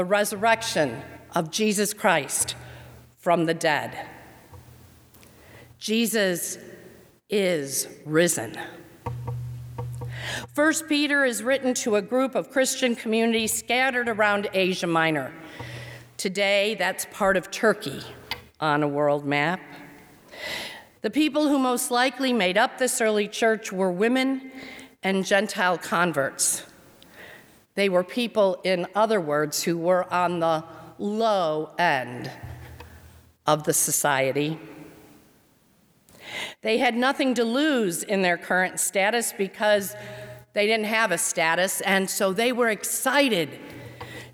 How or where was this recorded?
large echoing room